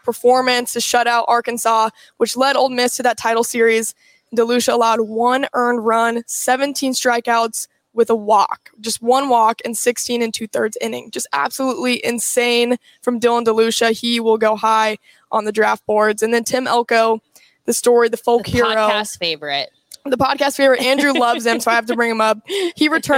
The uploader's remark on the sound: They're live from Hail Varsity Club.